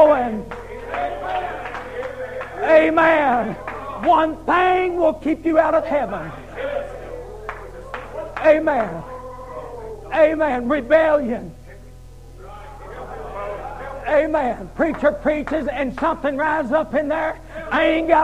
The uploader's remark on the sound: Preaching at Harvest Time Holiness Church in Abington, VA. Was broadcast on Echoes of Holiness Radio in 2021.